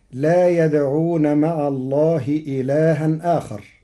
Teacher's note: قرأ ورش كلمتي إلها آخر بنقل حركة الهمزة إلى الساكن قبلها وحذفها مع تثليث البدل، وقد جرى القارئ على التوسط.